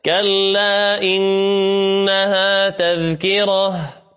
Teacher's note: لابد من بيان التاء التي كتبت بالهاء